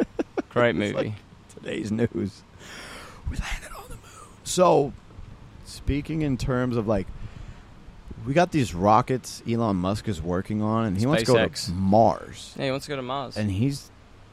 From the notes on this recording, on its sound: This first episode Filmed Live at Itaca Beach Club Ibiza Spain.